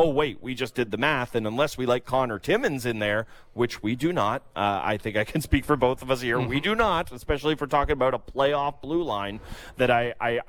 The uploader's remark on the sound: On the third hour of The Fan Morning Show live from the Glen Abbey Golf Club in Oakville.